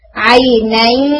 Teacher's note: नून साकिन ने अपना गुन्ना नहीं छोड़ा, ये जो नून की आवाज आ रही है ना 50%